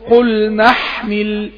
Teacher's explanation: طيب عند الوصل قل نحمل، يبقى مفيش في قلنا، ما مدتش أنا الألف لالتقاء الساكنين · حرف المد لما بيجي بعده همزة وصل بشيل حرف المد، ده اسمه المانع من المد، اللي منع المد هنا همزة الوصل.